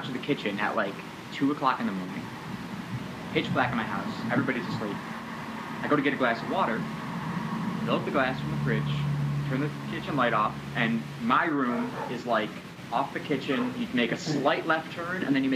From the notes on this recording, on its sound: WARNING! Major Audio Issues. We would like to apologize for the terrible audio. We have no idea what happened.